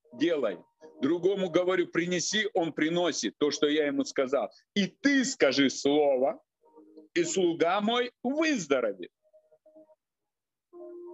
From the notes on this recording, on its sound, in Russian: Zoom-встреча с командой